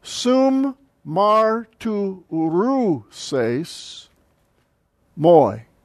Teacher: moi does not have an accent. Therefore, it is a enclitic that is part of sum martyruses. So it's pronounced all as one word.